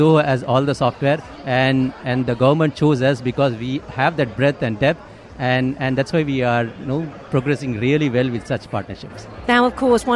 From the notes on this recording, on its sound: THE AGENDA LIVE AT GITEX GLOBAL. We broadcast live from the largest tech and start-up show in the world.